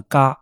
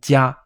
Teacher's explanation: 但是呢，省略了中间的介音，就读成了“嘎” · Shown in: first take